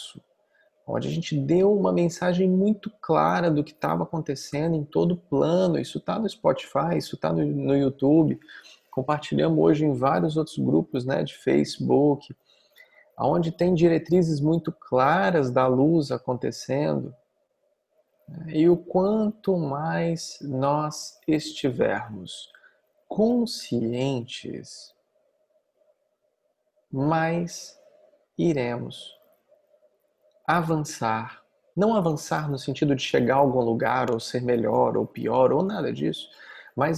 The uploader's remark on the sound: Online via Zoom